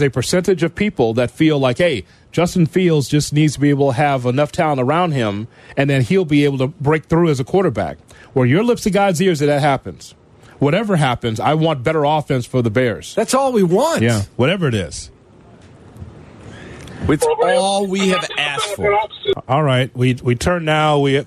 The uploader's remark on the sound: Joins the show over the phone as a work from home protest.